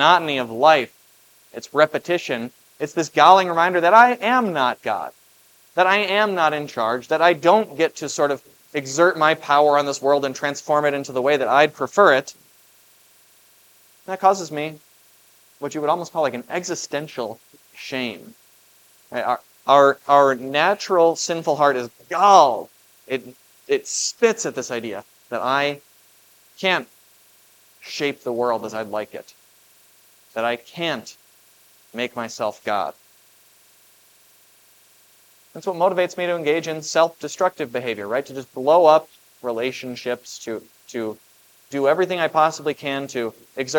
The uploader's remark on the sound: was preached at Grace of God Lutheran on October 15, 2023